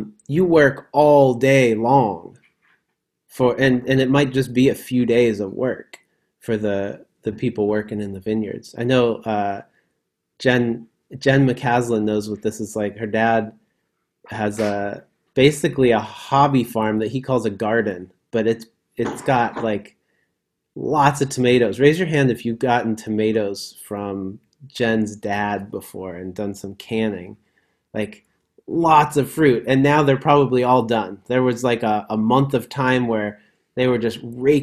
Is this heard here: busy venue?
no